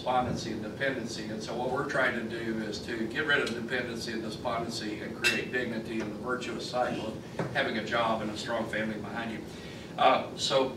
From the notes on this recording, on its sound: WASHINGTON, DC. In an appearance before a breakfast meeting of The Ripon Society.